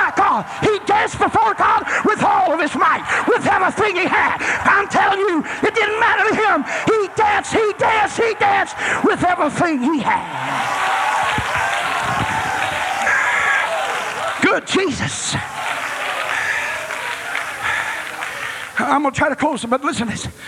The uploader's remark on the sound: was preached in Olla, Louisiana on a Wednesday night, campmeeting 1995